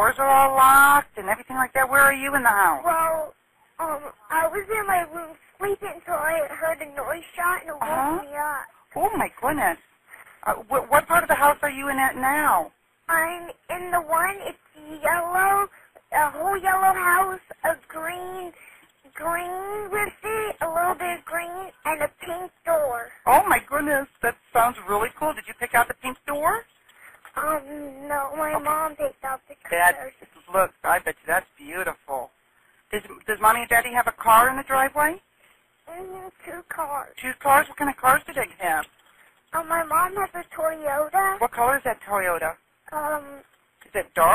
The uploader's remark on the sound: FULL 911 CALL